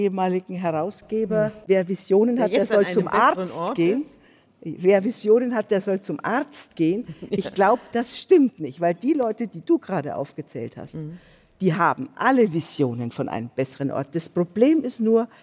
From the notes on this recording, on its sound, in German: Ist eine Liveaufzeichnung vom Juni 2022 aus dem Großen Saal des Berliner Radialsystems anlässlich des Podcast-Festivals von ZEIT ONLINE.